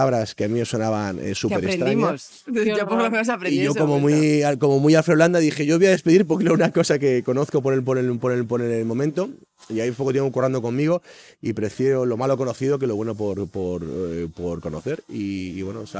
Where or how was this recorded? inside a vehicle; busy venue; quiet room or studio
busy venue